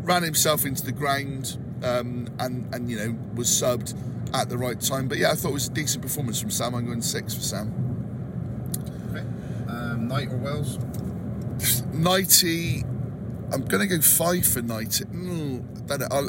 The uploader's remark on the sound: A podcast recorded in the car on the way home.